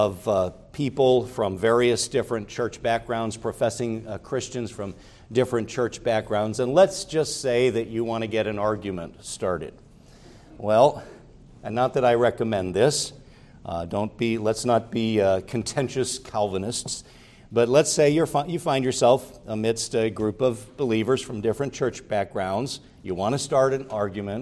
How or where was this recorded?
large echoing room